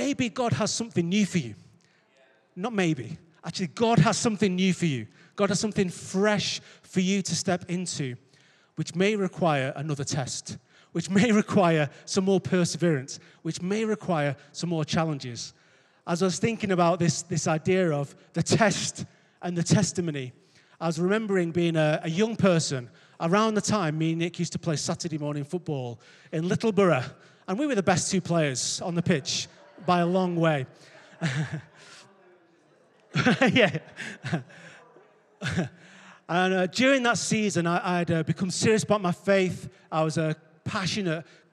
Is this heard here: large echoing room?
yes